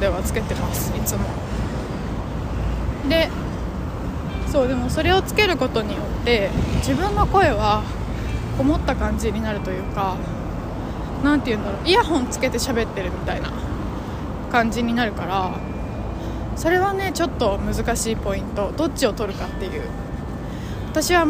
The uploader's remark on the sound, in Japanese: 風の強いお散歩。安定の謎音質でのお届けです！